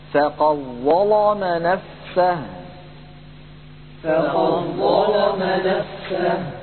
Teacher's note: أدغم ورش هذه الدال في الظاء للتقارب بين المخرجين فقال رحمه الله: فقد ظلم نفسه، فقد ظلم، من القاف إلى الظاء المشددة مباشرة ولا يبقى للدال أثر. ولا بد من تفخيم اللام عند ورش رحمه الله لأنه يفخم اللام